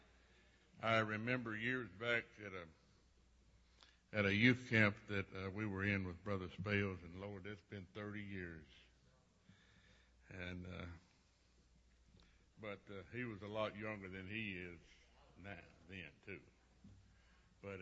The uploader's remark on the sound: Preaches at Life Tabernacle Church, Baton Rouge, LA.